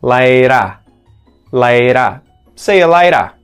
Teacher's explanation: The U gets turned into a schwa sound in there instead of ooh, you're going to hear ya, see ya, and later, the T turns into a D flap again, or a T flap